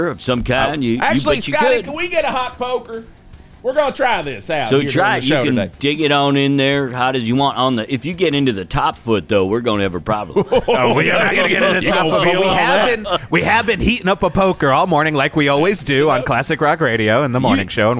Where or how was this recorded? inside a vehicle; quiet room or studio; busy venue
busy venue